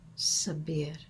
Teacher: Yet in Arabic, the pronunciation sounds like Sabir, which transmits a quality of air in the vowel sound of the last syllable. And it closes with this soft R that rolls from the breath of that vowel.